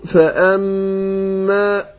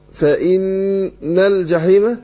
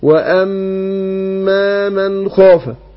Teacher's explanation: والميم كذلك، احنا قلنا الغنه مركبه في جسم النون والميم، فلما النون والميم تشددان تاخد غنه حركتين